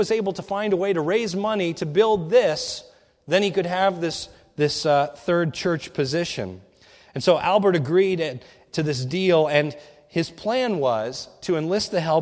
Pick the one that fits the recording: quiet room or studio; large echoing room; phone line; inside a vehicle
large echoing room